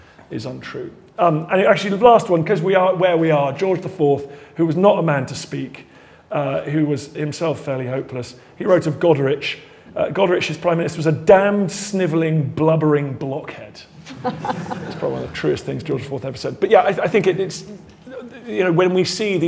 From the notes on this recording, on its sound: Live at the IfG Conference 2023. In a special live edition.